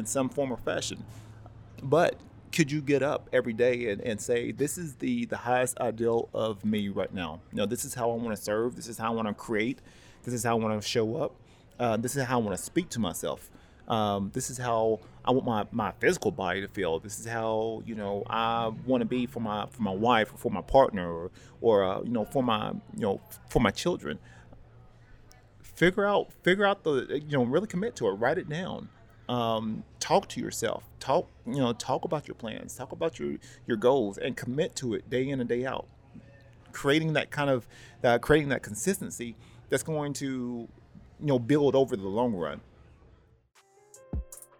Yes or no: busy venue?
yes